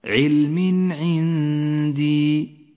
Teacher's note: الإظهار في قوله تعالى على علم عندي التنوين وبعده حرف العين إظهار يظهر التنوين من غير غنة أو تشديد · Term: حكم الإظهار